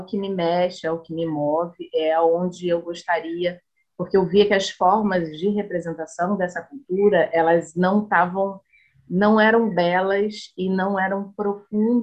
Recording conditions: video call